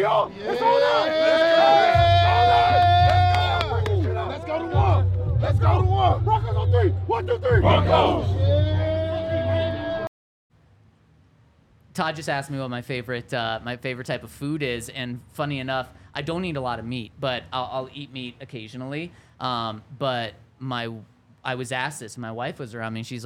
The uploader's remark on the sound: coming to you LIVE from the DNVR Bar